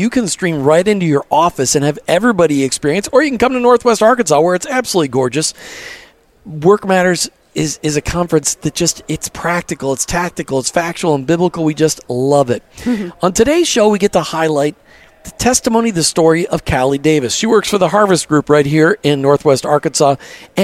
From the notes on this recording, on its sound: LIVE from Rogers, Arkansas at this year’s Workmatters Conference